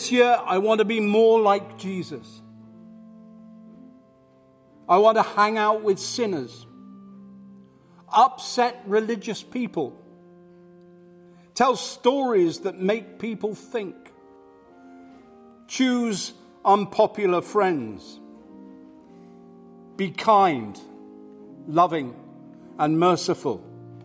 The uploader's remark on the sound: Live from St Matthews